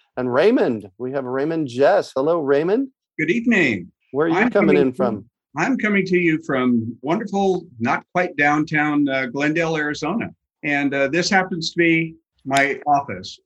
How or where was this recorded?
video call